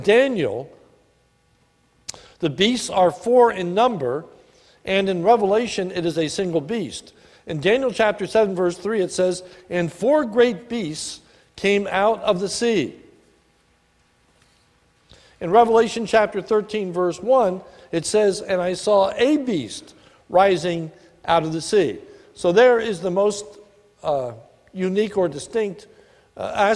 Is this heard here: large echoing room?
yes